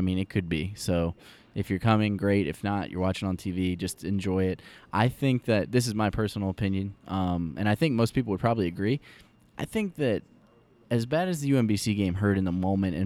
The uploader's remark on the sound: Live From the Final Four